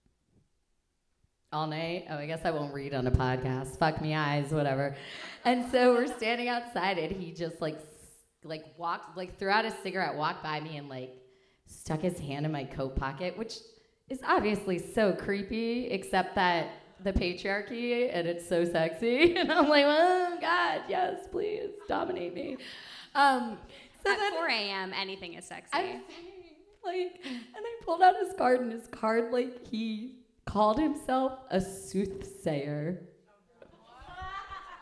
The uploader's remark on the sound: LIVE at RomCom Fest. We had a live show at the Downtown Independent!